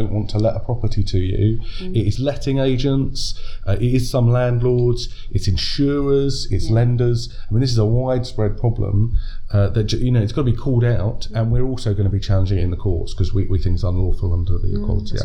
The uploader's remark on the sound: brought to you from Labour Party Conference in Liverpool